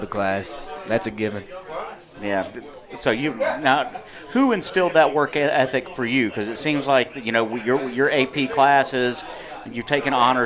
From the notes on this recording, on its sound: Live from Mossy's Eats Ales and Spirits in Clemmons, NC every Weds Night 730pm in season.